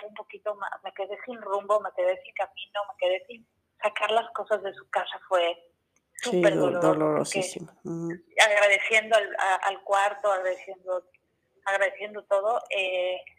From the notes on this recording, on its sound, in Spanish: El sonido está un poco bajo y no tan claro porque lo hicimos telefónicamente